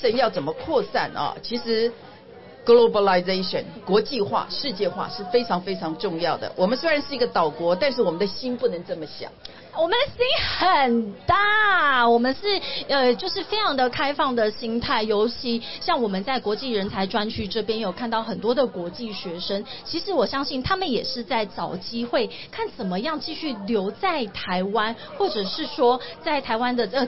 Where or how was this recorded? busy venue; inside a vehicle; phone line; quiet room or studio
busy venue